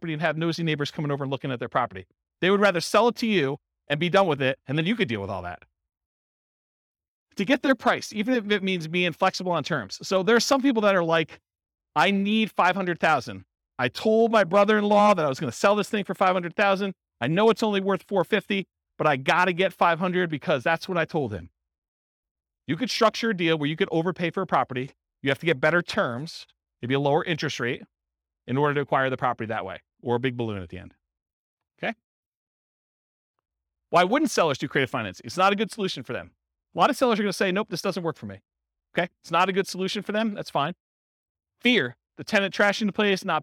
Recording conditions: live audience